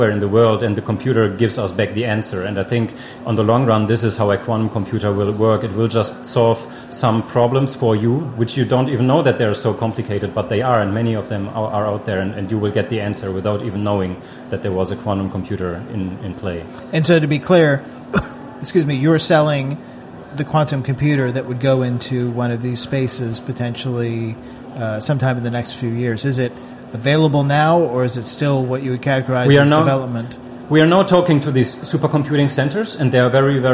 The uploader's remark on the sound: This is the latest in a series of conversations from the Slush conference in Helsinki.